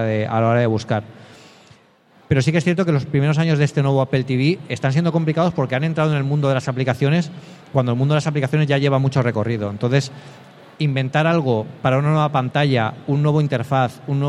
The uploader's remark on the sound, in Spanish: Grabado en Directo en la 3ª Edición de VGComic, el Salón del Cómic y Videojuegos de Alicante.